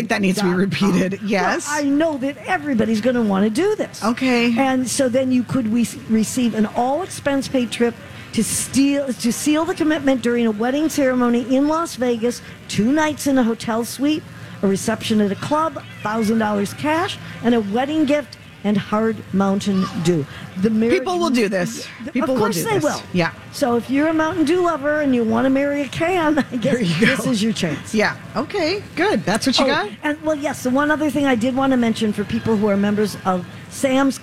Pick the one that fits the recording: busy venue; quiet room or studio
busy venue